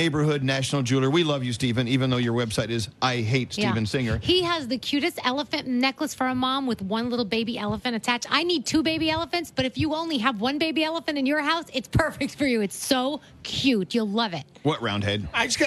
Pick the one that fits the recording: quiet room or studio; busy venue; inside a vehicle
busy venue